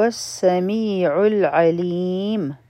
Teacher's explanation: عین به د حلق نه وایو او د لام سره به یو ځای کو، او بیا دی علیم، دا به مد عارض د سکون جوړ شي.